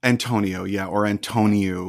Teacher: in English we tend to put the stress on the middle syllable